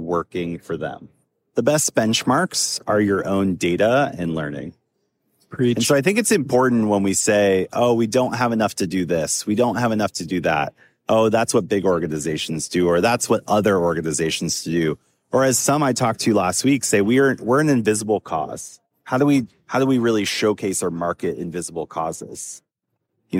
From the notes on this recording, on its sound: LIVE from New Orleans. While at AFP ICON. (live and in person!).